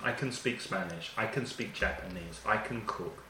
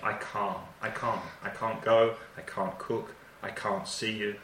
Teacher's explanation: And the sonido vocal in the positive can es más corto and weak. · Shown in: first take